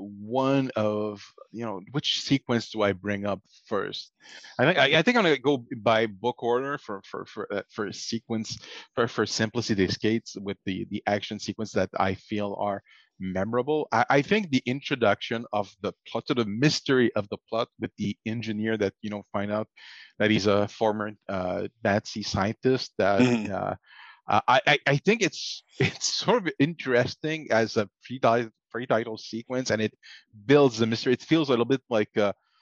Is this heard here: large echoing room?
no